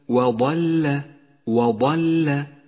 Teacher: اقرأ الآن كلمة وضل وضل، ولاحظ أن حرف الضاد حرف مفخم توسط بين حرفين مرققين الواو واللام، فلا تخلط بين ترقيقهما وتفخيمه، أي هكذا وضل وضل.